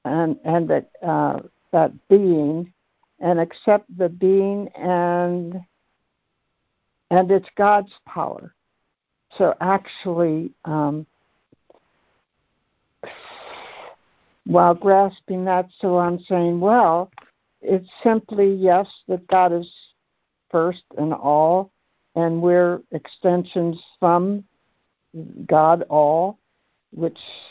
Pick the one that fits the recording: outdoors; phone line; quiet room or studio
phone line